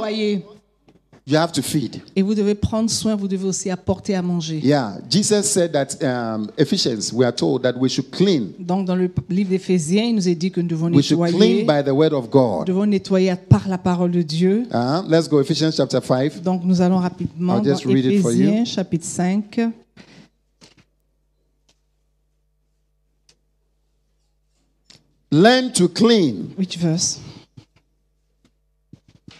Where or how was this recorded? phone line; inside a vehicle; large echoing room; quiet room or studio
large echoing room